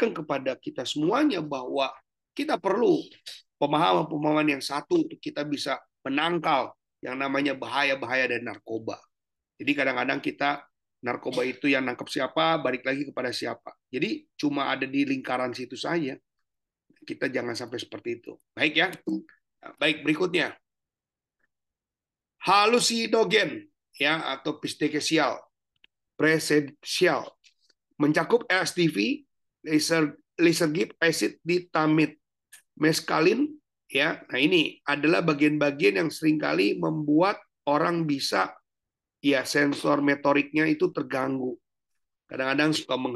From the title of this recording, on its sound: Zoominar